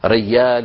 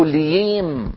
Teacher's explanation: قلب الجيم ياء كما في شرق الجزيرة العربية لما يقلبون الجيم ياء في الكلام